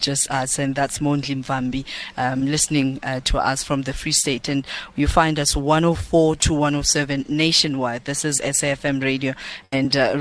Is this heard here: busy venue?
yes